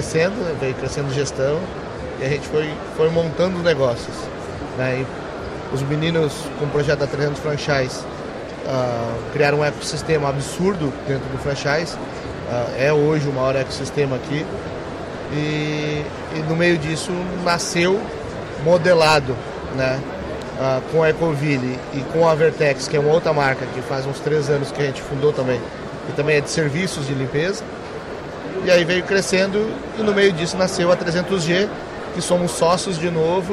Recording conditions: busy venue